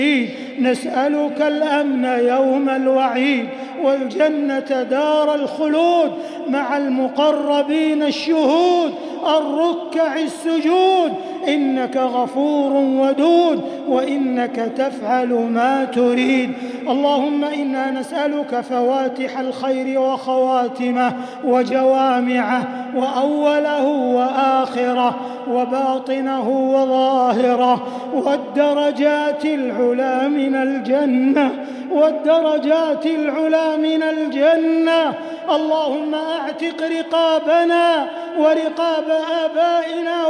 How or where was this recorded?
large echoing room